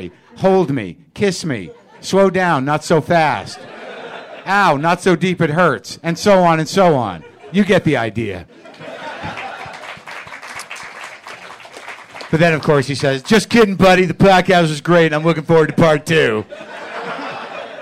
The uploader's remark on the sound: This live show at UCB LA.